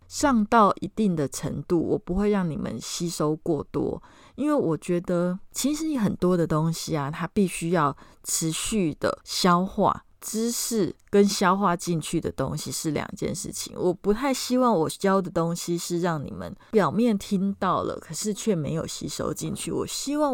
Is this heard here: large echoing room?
no